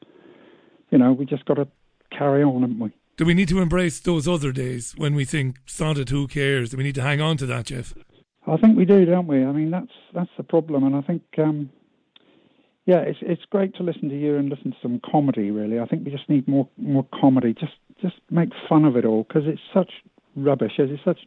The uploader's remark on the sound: Global Phone-In. Took calls from listeners as far afield as Vancouver Canada, Johannesburg, Northern Spain and the UK.